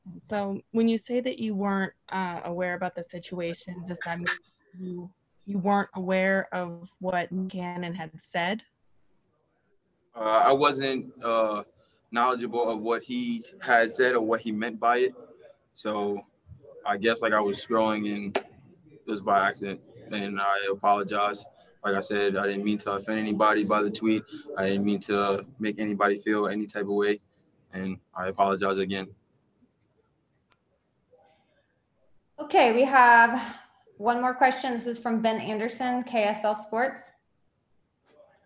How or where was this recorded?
video call